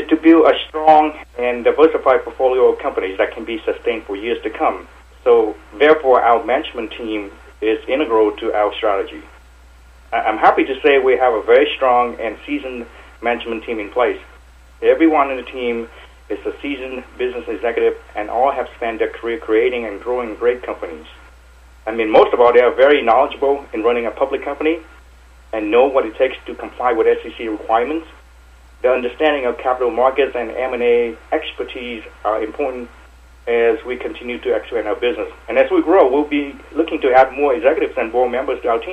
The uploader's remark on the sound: called in to SmallCapVoice